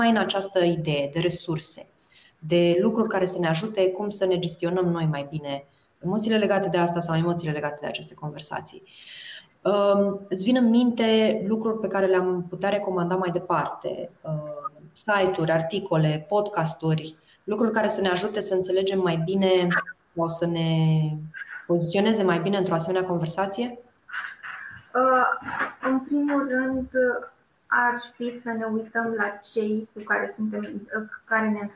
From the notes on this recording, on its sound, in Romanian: Acesta este un episod special de podcast: este înregistrarea webinarului.